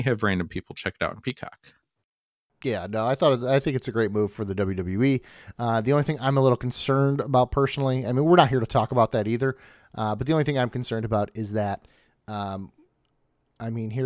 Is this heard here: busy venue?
no